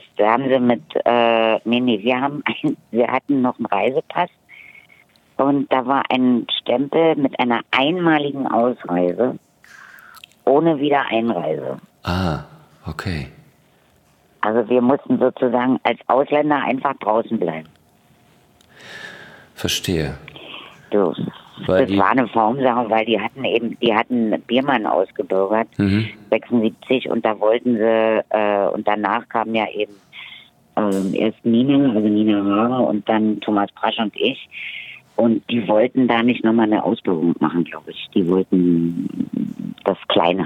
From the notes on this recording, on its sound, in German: ganz remote am Telefon